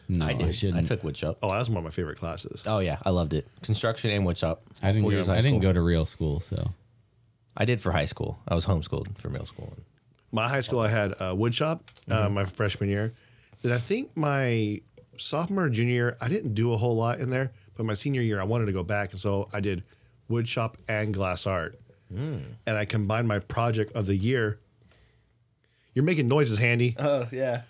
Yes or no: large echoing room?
no